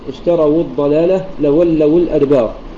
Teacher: فيكون التخلص فيها من التقاء الساكنين بالضم